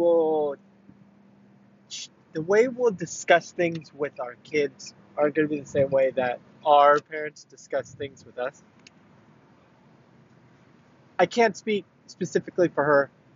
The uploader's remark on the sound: This weekend after the family dinner out for the Holiday season I got a chance to bring me and my brother closer. This is the talk I gave him in the car.